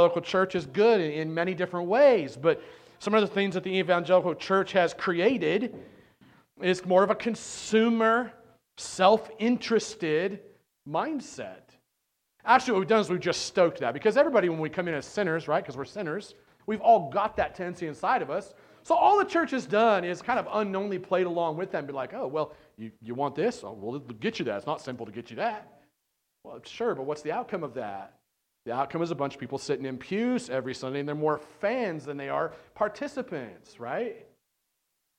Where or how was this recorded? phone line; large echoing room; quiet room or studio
large echoing room